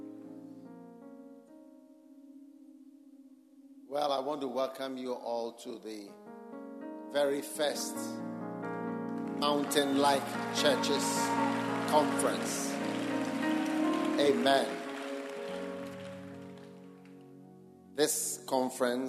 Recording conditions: live audience